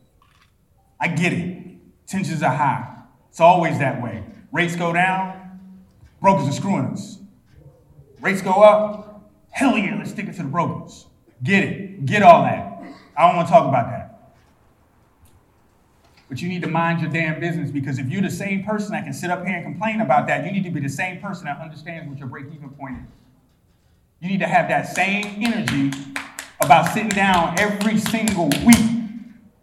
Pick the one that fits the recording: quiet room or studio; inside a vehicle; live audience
live audience